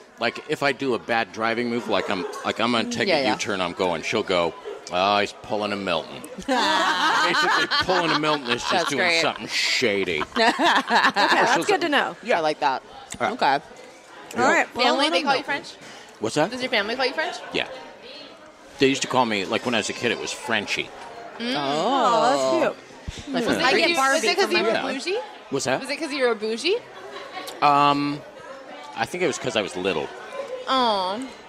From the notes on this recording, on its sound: LIVE from The Sizzler in Eagle Rock, CA